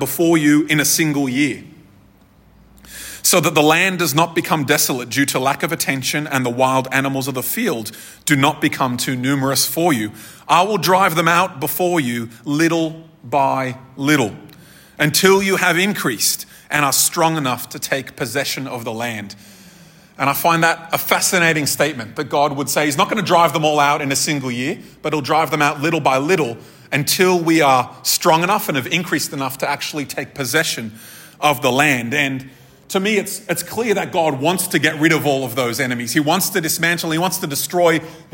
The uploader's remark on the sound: This episode was recorded at a Thrive Community gathering on 9th July 2023.